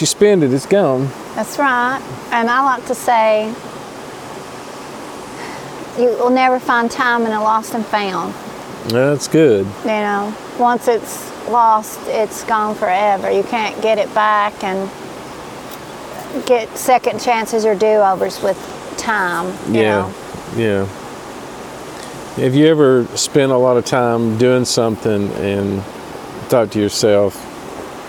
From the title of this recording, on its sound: Roamstead Campground Gatlinburg Fireside chat podcast